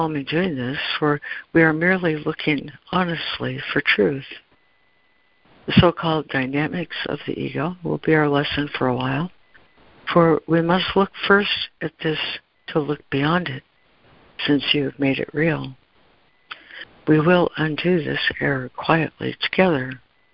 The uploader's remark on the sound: ACIM Daily Conference Call